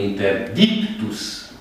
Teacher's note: Accentul stă pe penultima silabă pentru că este lungă, prin poziție. I este urmat de două consoane.